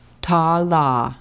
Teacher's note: Reach the tip of your tongue up behind your top teeth for the T, then let it relax for the ah. Reach the tip of your tongue up behind your top teeth for the L and let it relax for the ah.